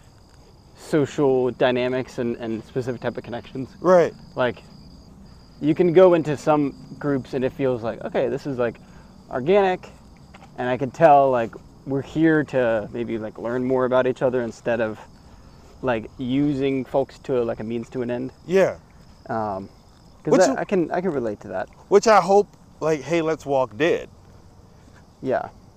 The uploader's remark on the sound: In this episode I have a walk and talk